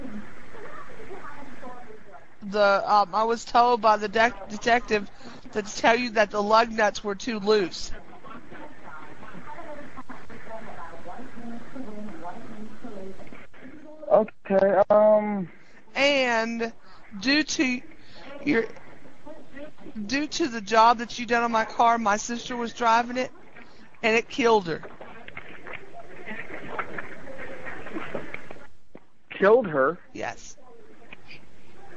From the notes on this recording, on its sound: RBCP's Personal Prank Phone Calls Collection